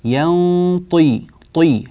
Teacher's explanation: ينطق، النون غنتها مفخمة لأجل الطاء، الطاء مفخمة وهي مكسورة وينبغي إعطاؤها حقها من التفخيم، ينطي طي هكذا نعطي الطاء تفخيما جيدا وهي مكسورة، وحروف الإطباق الأربعة الصاد والضاد والطاء والظاء لا تتأثر بالكسر من حيث التفخيم، يعني التفخيم لا يضعف بل يبقى قويا مالئا للحرف بصداه.